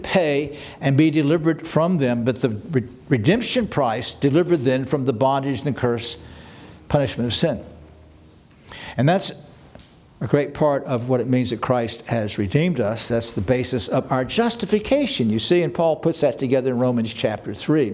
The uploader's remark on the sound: This sermon was preached on December 24, 2023 at Antioch Presbyterian Church, a mission work of Calvary Presbytery of the Presbyterian Church in America located in Woodruff, South Carolina.